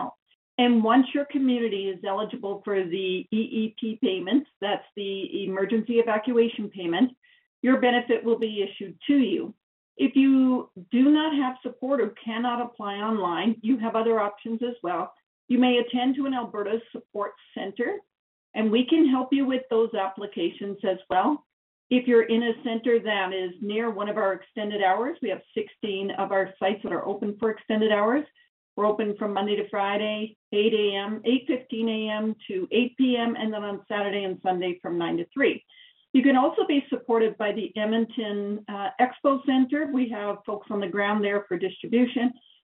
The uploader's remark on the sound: Wildfire Evacuation Information Telephone Town Hall. Albertans evacuated due to the wildfires were invited to join a nightly telephone town hall for situation updates and answers to questions.